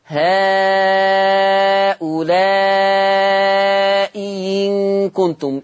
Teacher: والوجه الثالث لورش، قال لك الإبدال ياء مكسورة